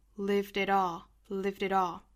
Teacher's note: 后面两个 t 或者是 d 都是做这个 flat t 的读法